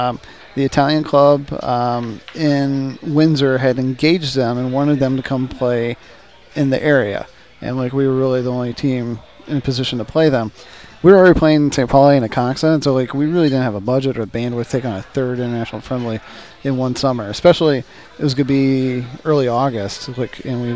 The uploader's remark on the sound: live from Motor City Casino Hotel